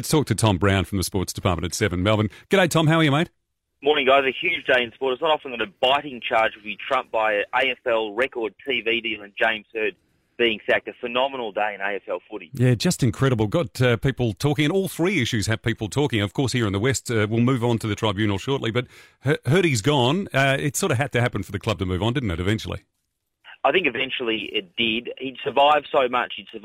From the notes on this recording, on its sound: on the phone